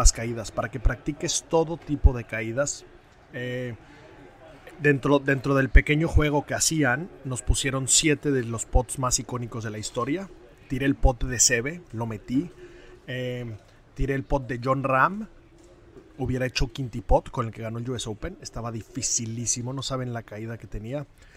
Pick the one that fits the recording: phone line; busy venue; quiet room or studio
busy venue